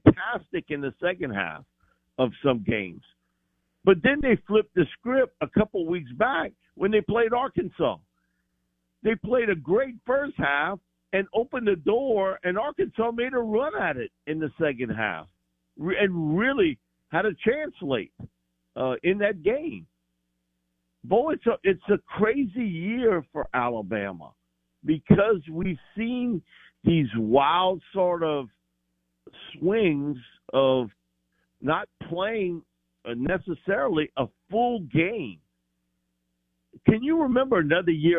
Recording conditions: phone line